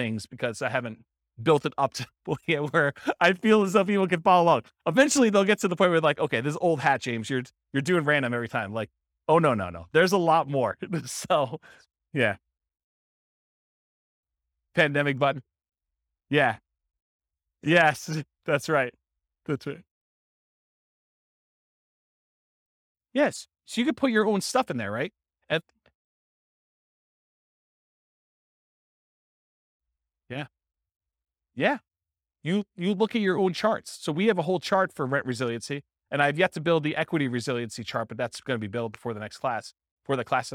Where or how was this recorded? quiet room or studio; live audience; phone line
live audience